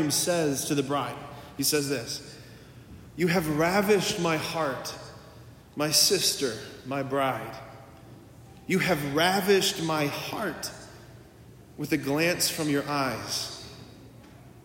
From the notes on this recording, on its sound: preached this homily on June 18, 2023 at Sacred Heart of Jesus Catholic Church in Wadsworth, OH.